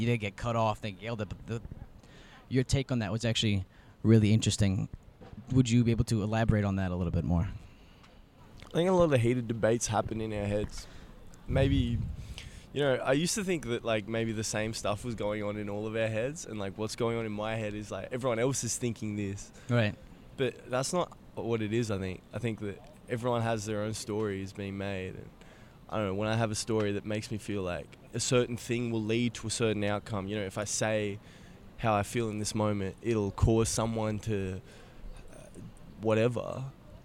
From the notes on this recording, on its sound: Episode 9 takes the listeners outside of the studio and into the heart of NC State’s campus: the Brickyard. Offering passing students an opportunity practice their “freedom of speech” and participate in the episode.